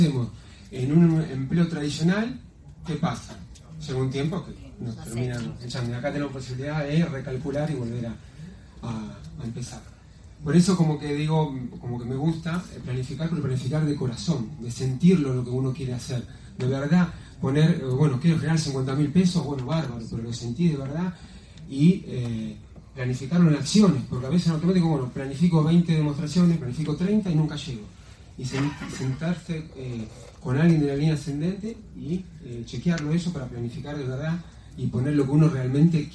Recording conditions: live audience